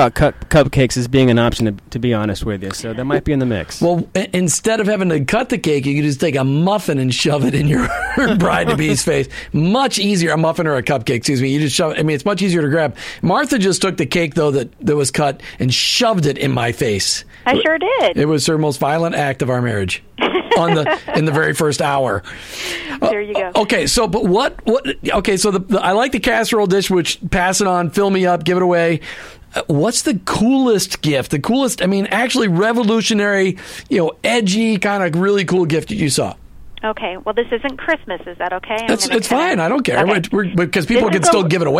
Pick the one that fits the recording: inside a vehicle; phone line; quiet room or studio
phone line